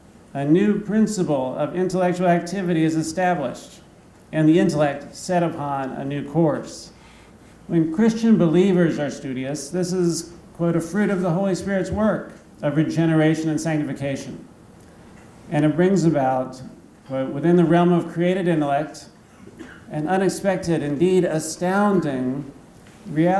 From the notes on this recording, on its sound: Thomas Aquinas Lecture at Christendom College.